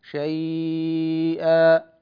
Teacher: لورش في حرف اللين في الياء التوسط بمقدار 4 حركات هكذا شيئا، والإشباع بمقدار 6 حركات هكذا شيئا.